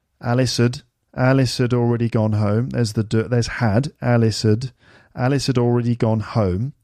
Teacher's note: you don't hear the word had is because it's not a stressed word. It's an auxiliary verb and they tend to get squashed or made smaller.